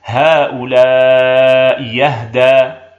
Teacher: نبدل الثانية ياء خالصة مفتوحة فتصير: هؤلاء يهدى.